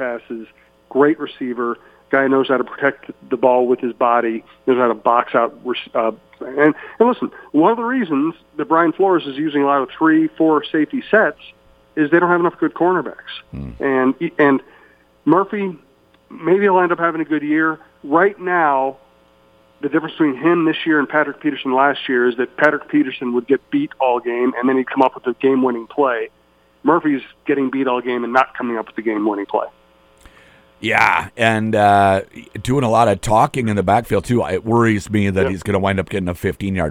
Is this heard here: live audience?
no